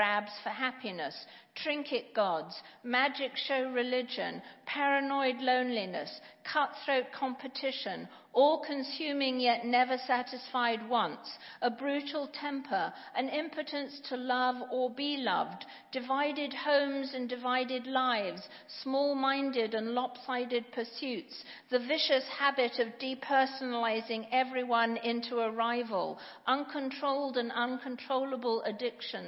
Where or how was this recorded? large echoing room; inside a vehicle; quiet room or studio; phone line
large echoing room